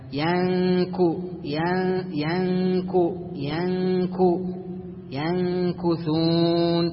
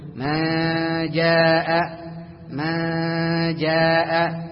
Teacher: وإنما تخفيها تبقي درجة بسيطة للنون، لا تطبق طرف اللسان معها ولا تخرج النون واضحة كالإظهار · Shown in: first take · Term: الإخفاء